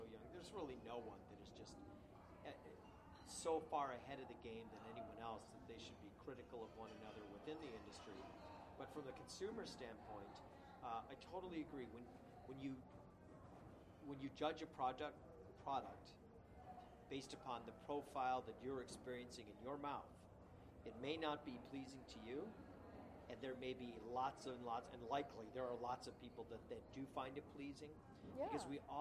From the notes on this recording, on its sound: Chat's from the Washington State Wine Awards 2015. With on air tastings hosted by Obelisco Estate Tasting Room.